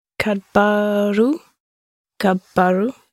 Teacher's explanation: make sure you hang around on that b sound